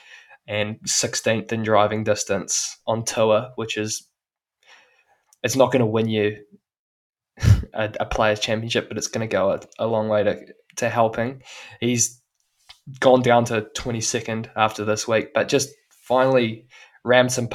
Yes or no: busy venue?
no